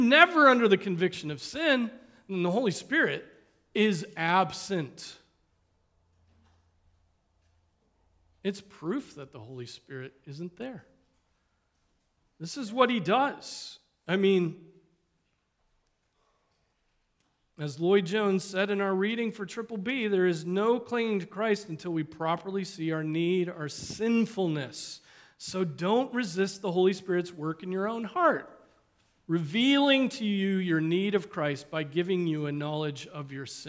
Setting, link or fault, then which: setting, large echoing room